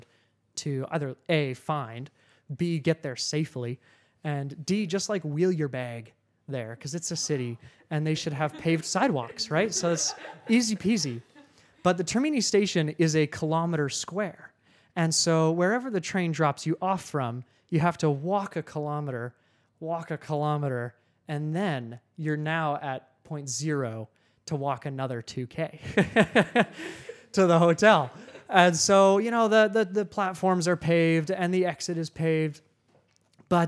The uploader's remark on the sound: LIVE AUDIENCE. I hosted a live podcast/party.